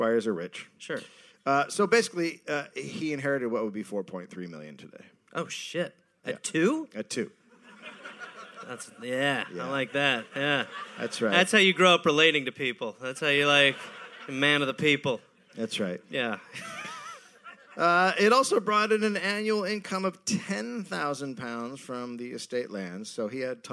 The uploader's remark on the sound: Recorded live in Birmingham.